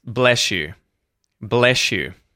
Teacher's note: the yod, the y sound at the front of the word you, blends with the s sound